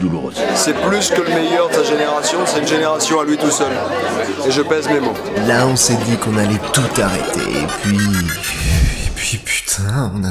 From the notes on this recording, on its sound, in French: Émission du 8 décembre 2014 en public.